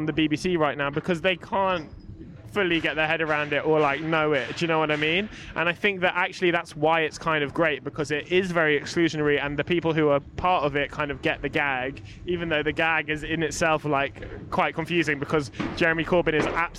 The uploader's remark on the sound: Join us outside the VICE office for a big bag of cans.